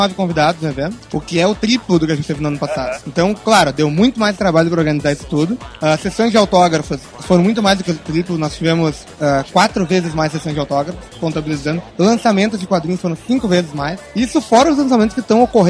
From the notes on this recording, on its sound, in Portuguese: Duas entrevistas gravadas na Multiverso Comicon 2012. Duas entrevistas gravadas na Multiverso Comicon 2012.